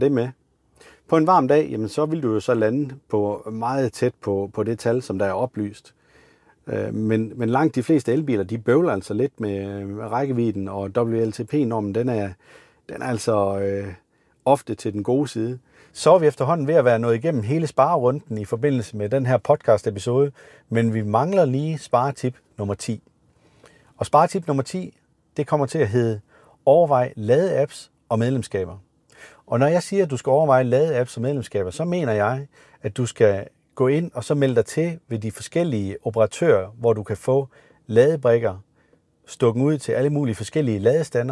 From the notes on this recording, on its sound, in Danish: Afsnittet idag er optaget i en Maxus Mifa 9